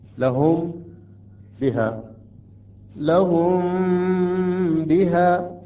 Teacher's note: وقلنا في الإخفاء مثلا لهم بها، لهم بها، أيضا نتأخر مقدار حركتين مع الغنة